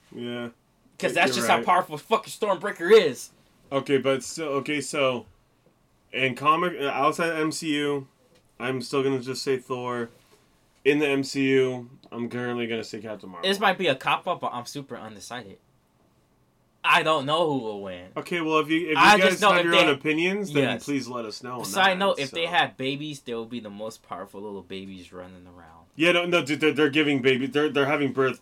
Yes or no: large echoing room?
no